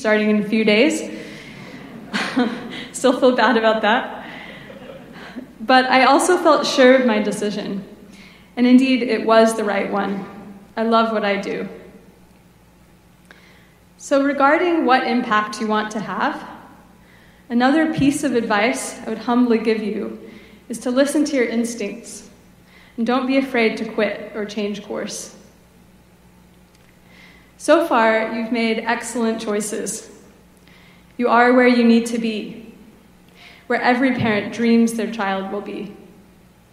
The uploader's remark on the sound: Gives the keynote commencement speech to the Class of 2023 at Berkeley Physics. Ceremony.